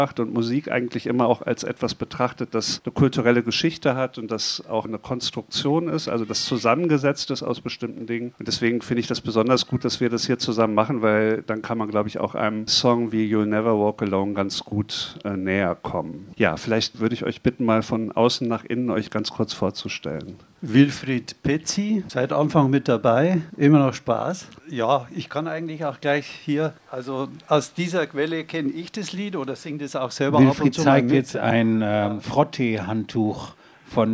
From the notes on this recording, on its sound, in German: Diese Podcast-Folge wurde live aufgenommen auf der Waldbühne des Internationalen Sommerfestivals Kampnagel in Hamburg.